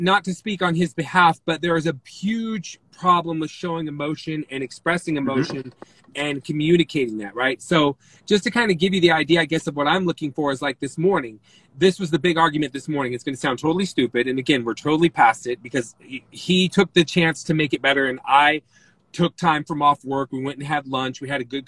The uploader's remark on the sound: as they're driving in the car